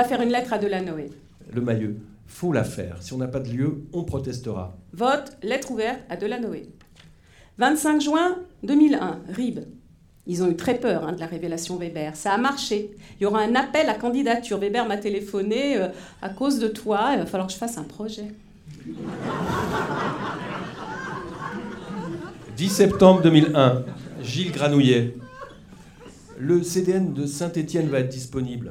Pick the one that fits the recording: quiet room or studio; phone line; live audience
live audience